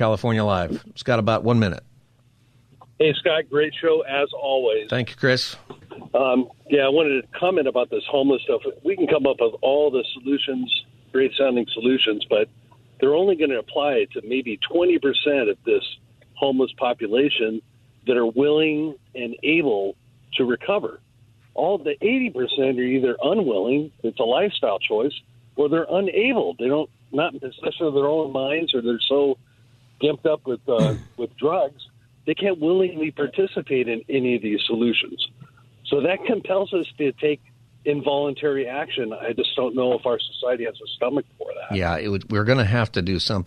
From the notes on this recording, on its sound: Open Phone Friday Continues! Giving listeners the chance to speak on any topic!